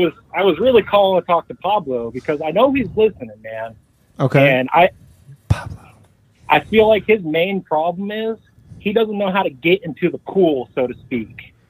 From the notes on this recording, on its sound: The Bathhouse is a live call-in show recorded from the green room of The Stand one of New York City's best comedy clubs.